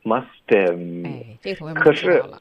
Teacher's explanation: must 跟 have 我们会用一个缩写的发音方式 musthave、可是我们结尾的这个 v 的音呢会轻化 OK，因为我们尤其是在这种虚词上不重要的，right？ It's just 语法，因为语法需要说这个 have，所以呢，它的 v 的音呢，我们不想要特别费劲的把它发出来。Musthave， I must havepacked，会觉得很别扭。所以这个 v 的音呢，其实我们会把它轻化。那也是跟刚刚这个漱口水的这个概念是一样的，是要挤出这个 f 的音，所以我们会发 d。所以大家需要练习，就在坐在那边没事儿呢，就是用嘴巴里的气，不用肚子的气，把它送出这个 F 的音，musthave。然后这一点点这个小轻的一个 F 的音，就代